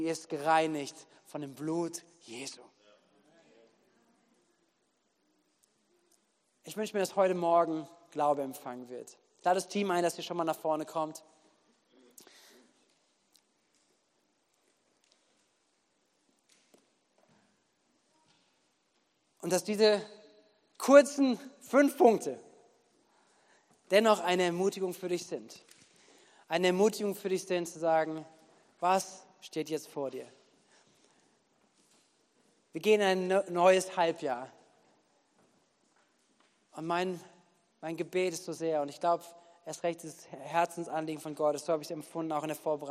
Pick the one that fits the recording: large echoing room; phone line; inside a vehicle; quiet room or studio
large echoing room